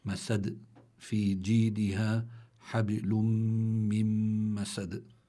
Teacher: وهذه الكلمة تنتهي بدال، سكنت هذه الدال لأجل الوقف، فصار عندي قلقلة، يعني لابد من الاتيان بصفة القلقلة للدال.